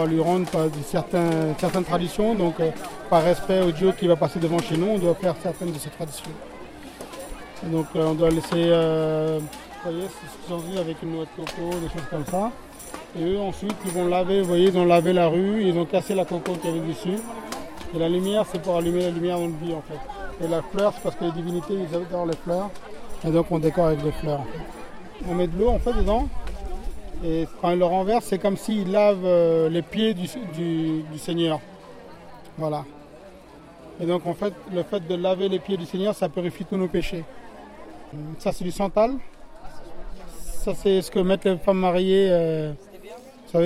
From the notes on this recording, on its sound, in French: A Paris, la communauté hindoue le célèbre via une grande procession bigarrée qui traverse les rues et les ruelles du quartier de la Chapelle, dans le 18e arrondissement. J’ai plongé au cœur de la fête avec mon microphone.